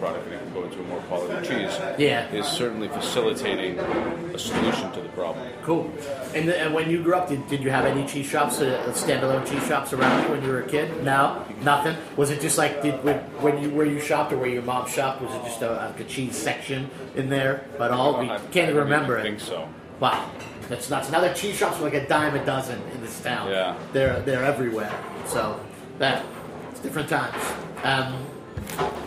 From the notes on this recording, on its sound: records a special episode of Cutting the Curd on location at Eataly New York.